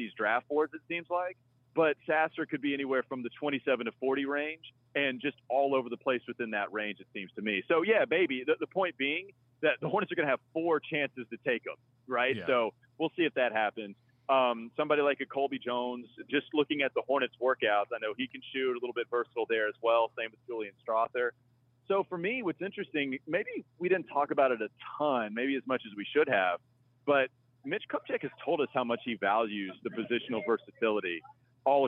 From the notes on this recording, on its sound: joins via phone call to give his reaction.